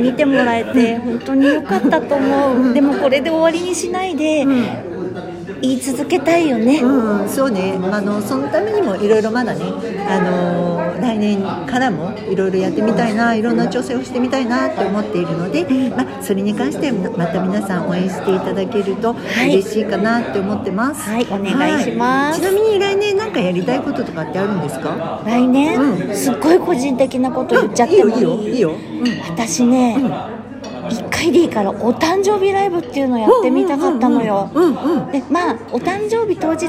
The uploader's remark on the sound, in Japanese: 忘年会ついでに収録しました